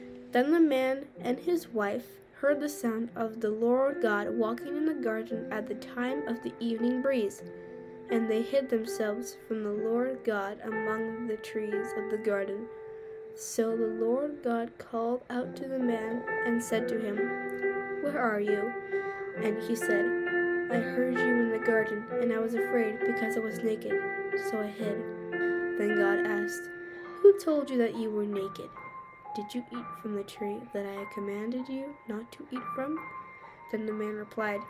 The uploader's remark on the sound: You can hear some background noises and the music is a bit loud, and sometimes when I talk I do it fast.